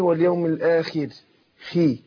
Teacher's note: الخاء وإن كانت حرف مستعلي حرف مفخم إلا أنها حينما تكسر تاخد أدنى درجات التفخيم